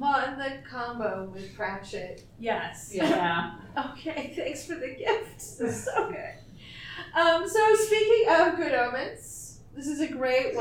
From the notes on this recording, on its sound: TusCon 50 Panel. Recorded live 11/11/2023 Saturday – Panel Room 1 2:00 pm 3:00 pm.